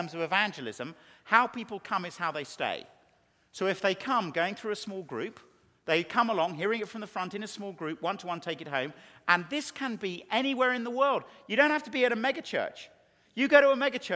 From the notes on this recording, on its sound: a Keynote Session at FG11